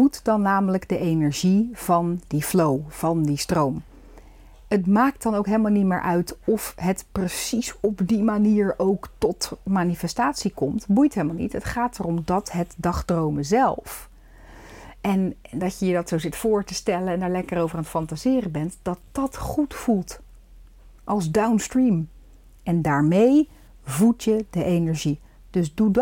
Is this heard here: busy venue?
no